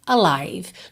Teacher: esse A inicial, ele tem que aparecer, mas ele não tem ênfase